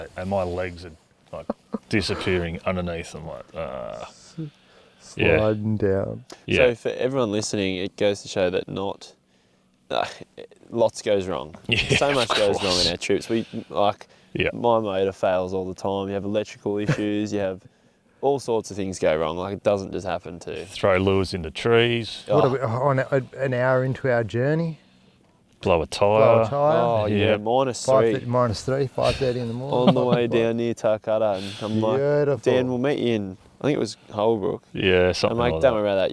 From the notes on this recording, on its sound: This is a new style of podcast… recorded on the water while fishing! Lake Eildon is a popular destination, so we planned a trip this winter to explore and unlock the lake. On the final night we decided to record an episode of the podcast, and we ended up doing it in the boat while fishing.